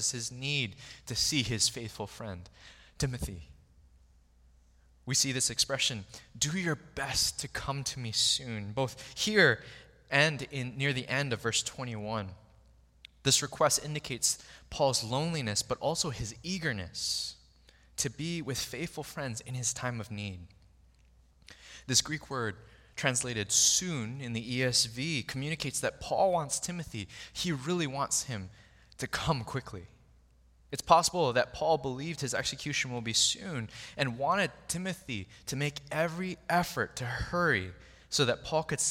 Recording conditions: large echoing room